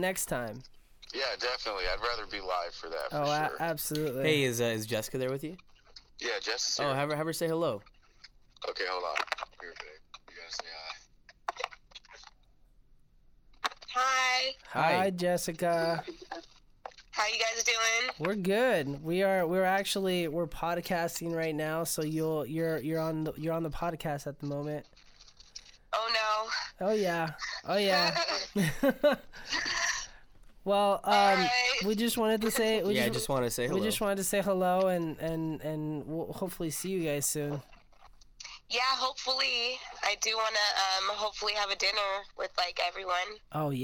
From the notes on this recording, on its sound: Our guest was not able to make it into the studio; but we were able to get a phone call